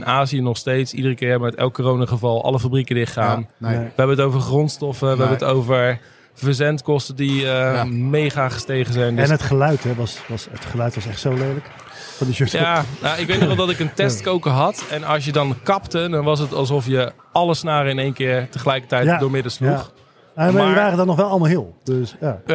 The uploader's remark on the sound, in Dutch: De speciale NK editie is opgenomen op de zaterdag van het NK 2023 in Almere.